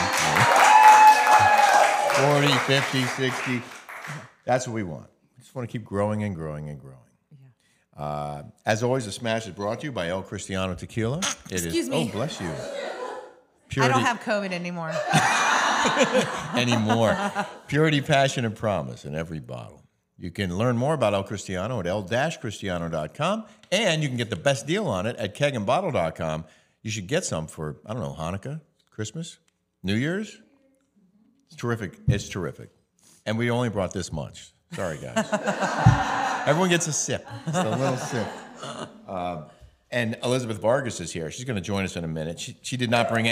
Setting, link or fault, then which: setting, live audience